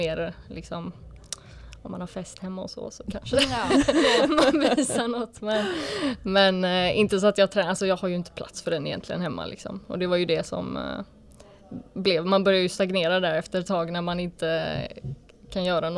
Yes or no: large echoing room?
no